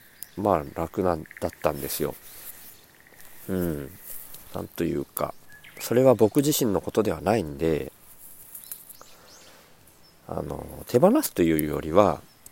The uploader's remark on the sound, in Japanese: 苗代 に敷いた藁の隙間から生えたスギナを取りながら録音